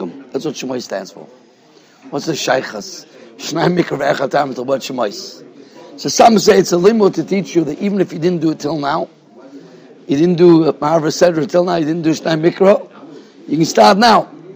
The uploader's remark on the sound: Shiur recorded in Yeshivas Ohr Reuven, Monsey, NY.